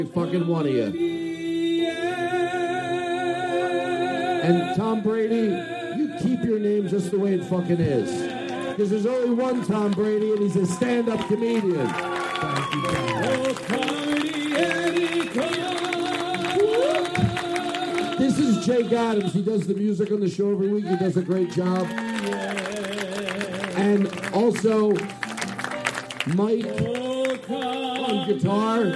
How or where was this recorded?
live audience